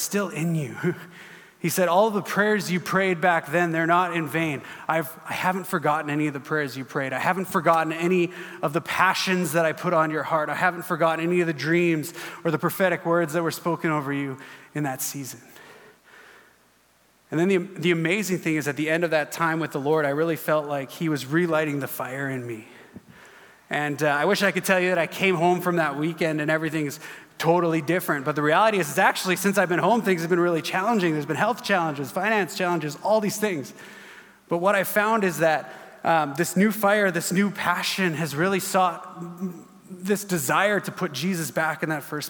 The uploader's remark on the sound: At our Edmonton Gathering in June, 2023 at Gateway Family Church